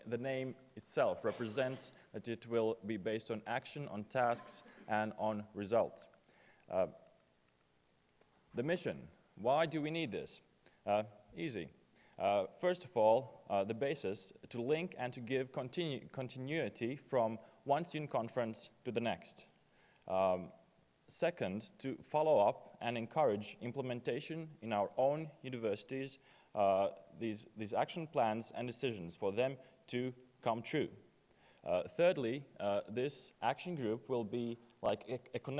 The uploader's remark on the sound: at the UNICA Student Conference 2014, UNIL